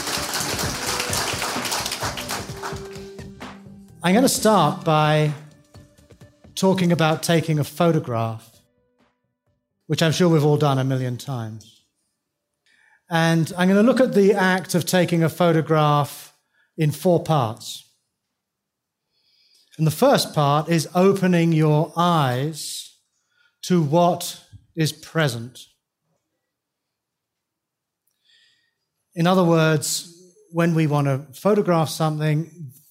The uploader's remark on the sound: taken from the 2012 Buddhist Geeks Conference